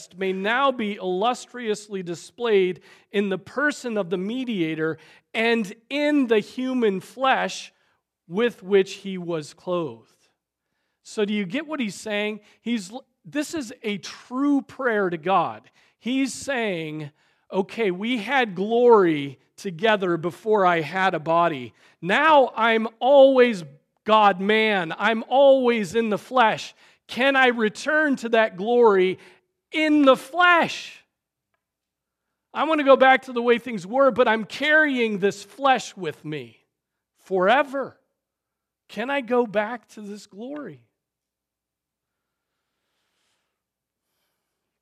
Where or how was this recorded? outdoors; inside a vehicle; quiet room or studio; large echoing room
large echoing room